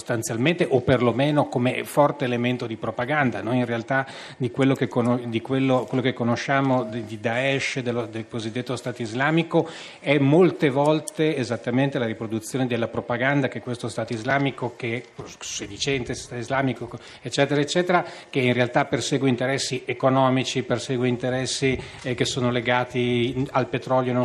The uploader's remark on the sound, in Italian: Fahrenheit al Festivaletteratura di Mantova